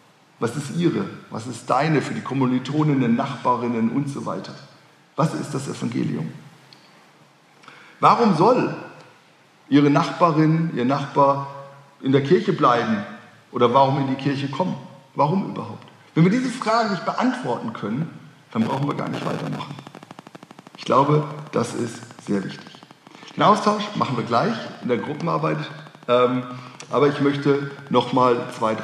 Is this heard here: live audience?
yes